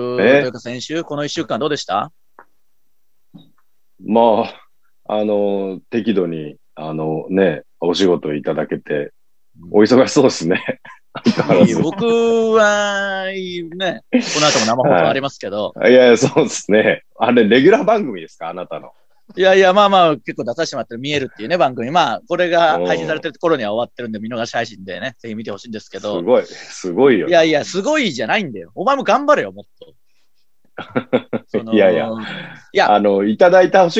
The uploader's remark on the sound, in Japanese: 今週は外に出かけようと思っていましたが、土砂降りなのでまたzoomです。